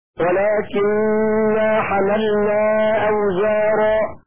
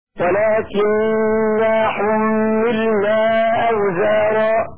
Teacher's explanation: وقرأ شعبة ولكننا حملنا أوزارا هكذا فتح الحاء والنون مع تخفيفها · Shown in: first take